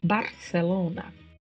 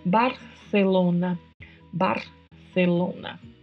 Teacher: No caso do espanhol da América do Sul, tem som de S mesmo, Barcelona. Mas na Espanha, na maioria das regiões, o C tem uma sonoridade produzida com a língua entre os dentes. · Shown in: second take